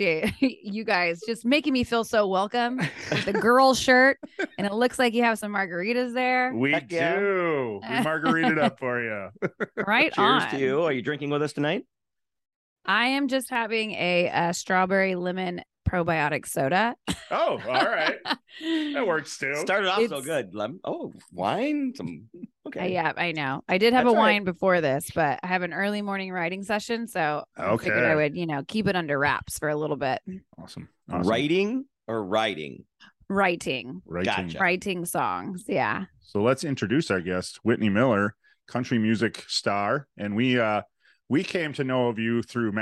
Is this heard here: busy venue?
no